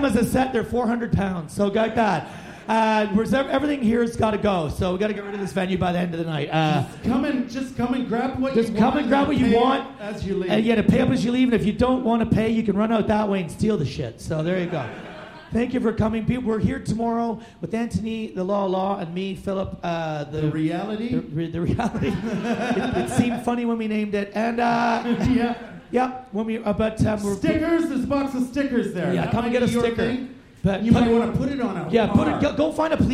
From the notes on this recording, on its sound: You are cordially invited back into the VCEBunker – live n’ direct from the 2019 Edinburgh Fringe.